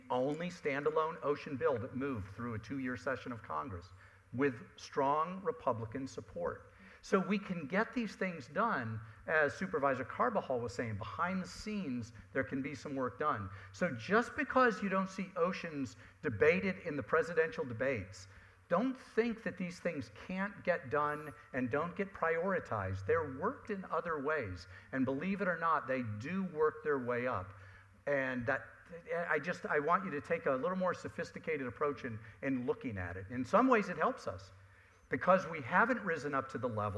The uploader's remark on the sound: At a recent panel discussion in Los Angeles hosted by the Environmental Media Association, experts in ocean policy, advocacy, and grassroots organizing addressed how political hardball can save our oceans and coasts.